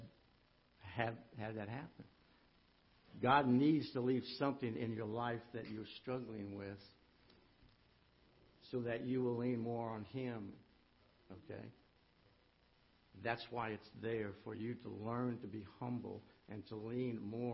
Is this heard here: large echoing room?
yes